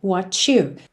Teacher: Poderia ser what you, mas ele usa o ch, what you. Bem comum para junções de palavras terminadas em T com you, what you.